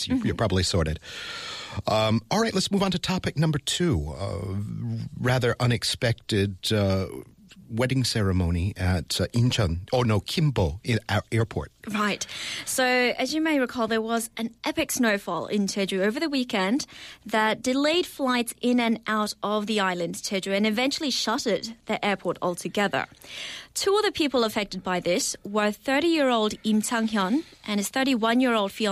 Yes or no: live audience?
no